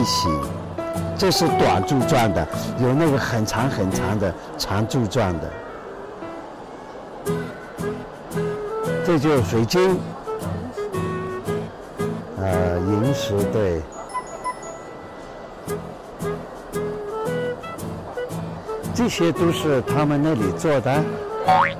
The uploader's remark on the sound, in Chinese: 逛石博会，现场上手讲解展会玉石作品